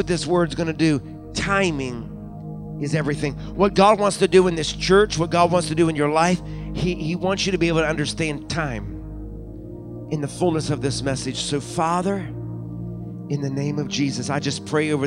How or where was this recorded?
large echoing room